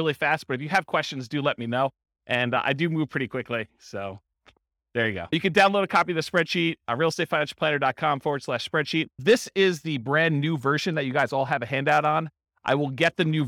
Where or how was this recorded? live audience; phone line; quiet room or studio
live audience